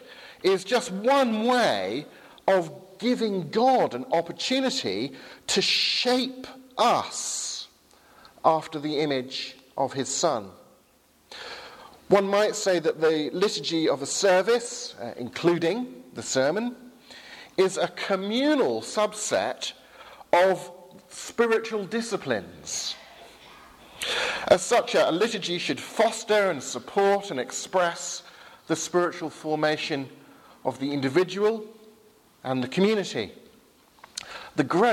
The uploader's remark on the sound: Sermon from Highfield Church Southampton, 11 am service, 1st October 2017.